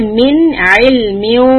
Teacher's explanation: This noon is followed by letter عَيْن، which is one of the letters of إِظْهَار. That means to make the noon clear.